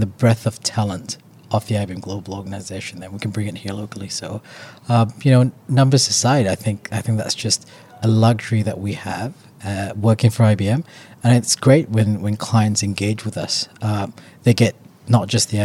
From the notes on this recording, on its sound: Recorded in Sydney at Cloud Innovate Exchange.